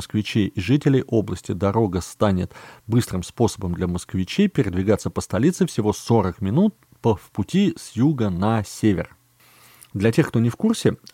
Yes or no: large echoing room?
no